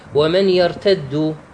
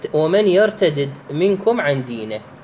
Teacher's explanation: إذا أدغمت الدال تشدده، وإذا فككت الدالين تقرأها بترديد الدالين